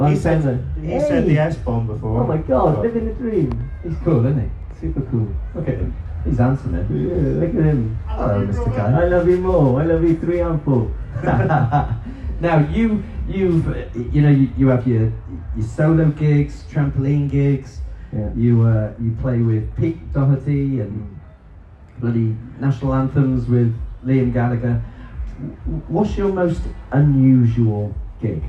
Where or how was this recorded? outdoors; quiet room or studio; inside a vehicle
outdoors